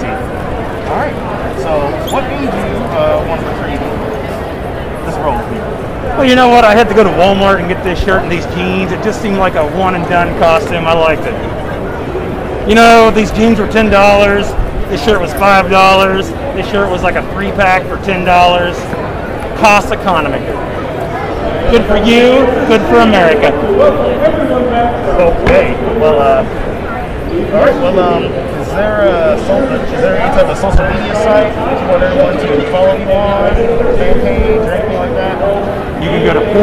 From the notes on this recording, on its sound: This interview was recorded at Planet Comicon 2021 in Kansas City, MO.